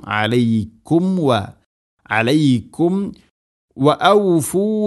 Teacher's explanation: രണ്ട് ചുണ്ടുകൾ തമ്മിൽ തട്ടിച്ച് കൃത്യമായിട്ട് മീമിനെ പൂർണ്ണമാക്കണം. · Term: സാകിന മീമിന്